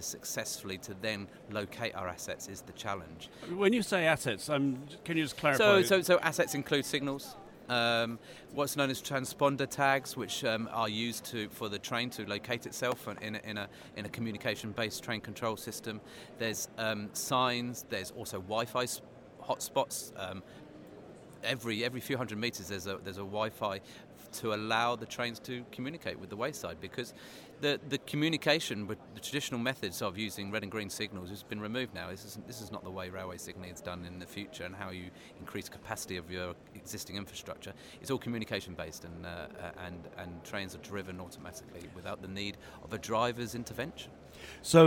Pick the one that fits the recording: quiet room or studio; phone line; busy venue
busy venue